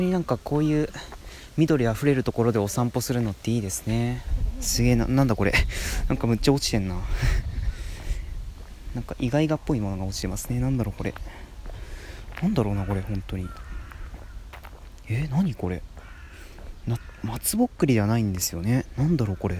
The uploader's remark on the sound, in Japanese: おさんぽしよ。＠とある公園